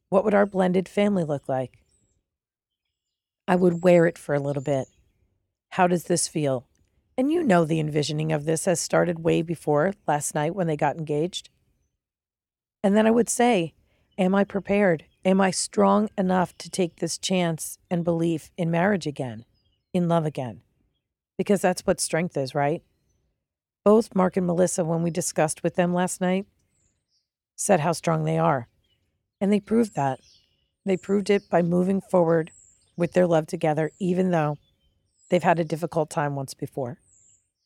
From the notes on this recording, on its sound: Live from the road: Audio journal of behind the scenes with the crew